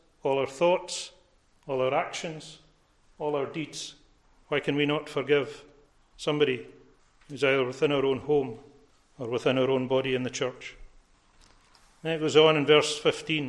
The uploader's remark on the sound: recorded at North Harris Free Church on Sunday morning 27th March 2022